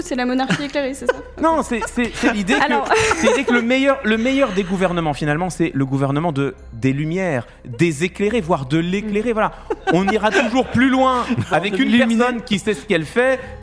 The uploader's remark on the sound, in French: Enregistré en public à Jussieu dans le cadre du festival Play Sorbonne. À Paris. Diffusé en direct sur Twitch et retransmis ici en podcast.